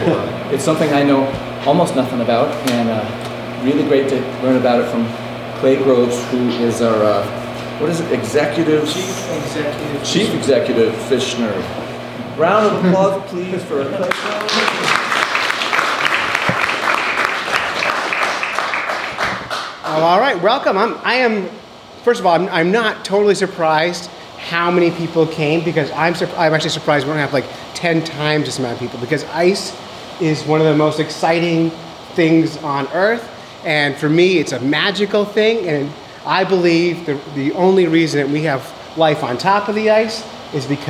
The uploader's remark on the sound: This week we were invited to give a lecture called "Life Under the Ice" at Tin Mountain Conservation Center.